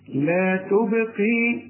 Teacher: قلقل الباء لأنها عليها سكون